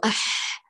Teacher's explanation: يضعف اعتماده على المخرج فيقول أح، ويترك المجال لجريان الصوت جريانا كاملا منعا لتوليد ضغط حتى لا يتقلقل · Term: الحاء الساكنة